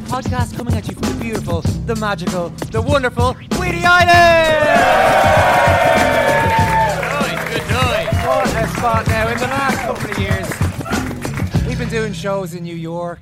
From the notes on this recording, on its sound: Live From Whiddy Island. Our beautiful al fresco breakfast. To all of our listeners who came over, to the community on Whiddy Island.